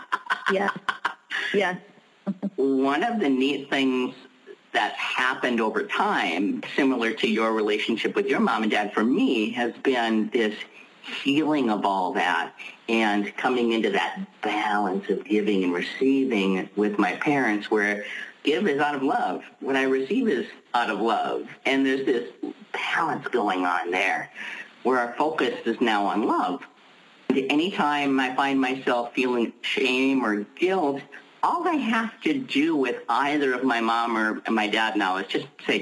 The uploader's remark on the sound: Pay Me What I'm Worth conference-call based classes. We record (then broadcast) our classes.